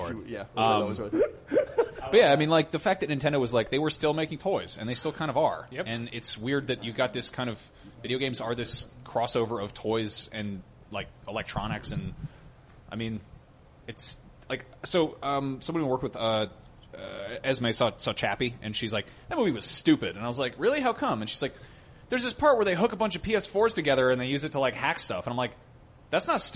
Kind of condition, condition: setting, busy venue